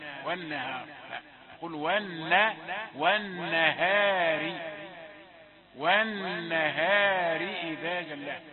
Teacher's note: والنهار بعض الناس يميل فتحة النون، والن تأتي منه ممالة قليلا، والنهار والنهار إذا جلاها. طبعا الراء مرققة لأنها مكسورة، لكن إذا وقفت عليها للتعليم فقط والنهار فخم الراء.